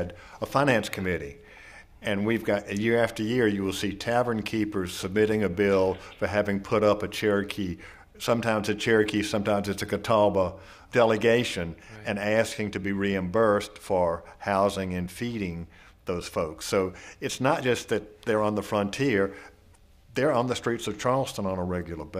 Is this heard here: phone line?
no